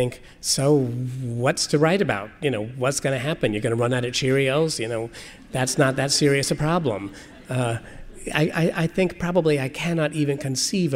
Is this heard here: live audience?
yes